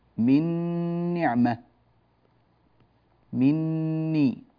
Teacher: النون مغنونة والنون الثانية أيضا مغنونة، لكن لما أدخلنا النون الأولى في الثانية صار النطق بنون واحدة مشددة هي النون الثانية